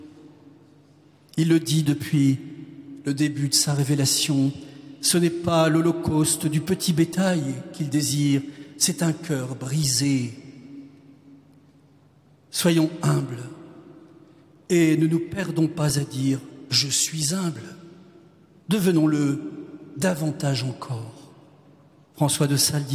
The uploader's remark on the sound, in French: Quatrième conférence de carême de Notre-Dame de Paris.